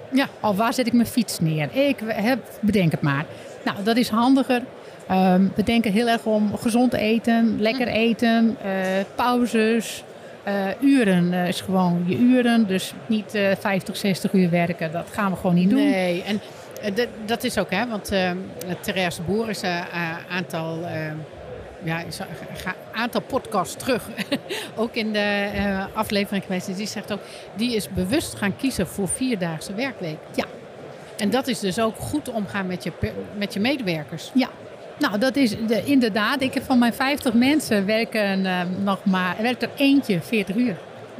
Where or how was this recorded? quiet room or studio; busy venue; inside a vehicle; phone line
busy venue